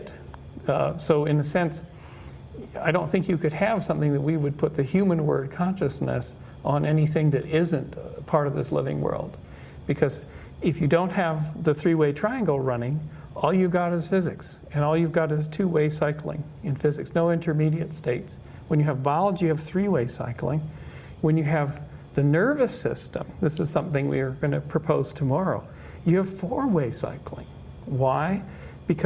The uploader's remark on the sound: Talks from the June 2017 Science of Consciousness Conference in La Jolla, California. Consciousness Central (recording and cover photo).